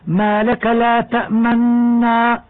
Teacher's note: أن تلتزم بالإدغام والإشمام دون الروم في قوله تعالى ما لك لا تأمنا